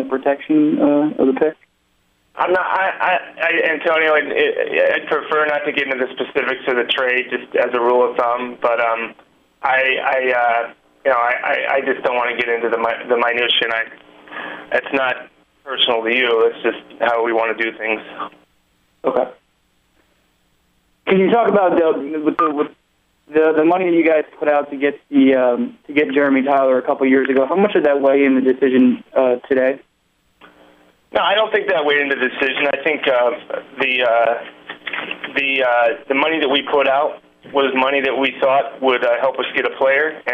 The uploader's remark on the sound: Conference Call.